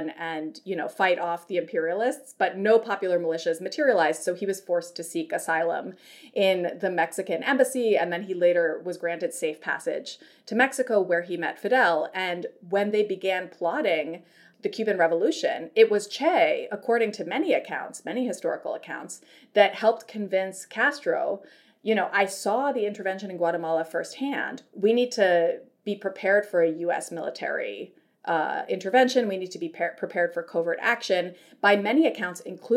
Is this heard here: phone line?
no